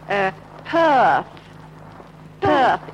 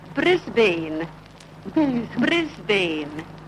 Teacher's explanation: the labial sounds, the P and B sounds